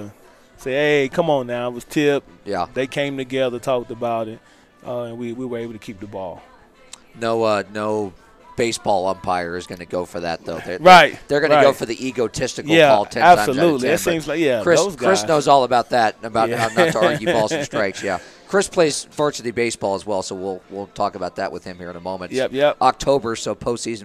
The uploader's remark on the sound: Live in season Tues Nights 730pm from Ledos Pizza in Kernersville